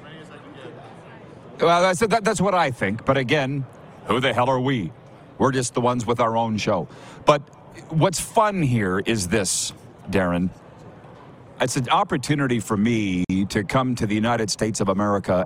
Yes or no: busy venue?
yes